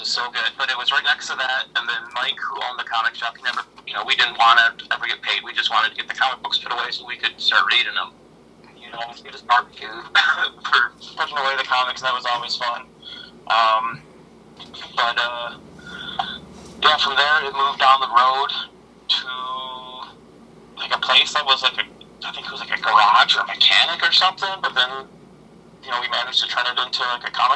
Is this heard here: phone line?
yes